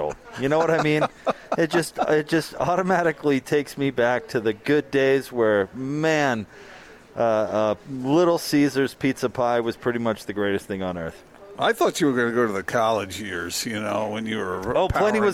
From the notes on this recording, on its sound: LIVE at Little Caesar's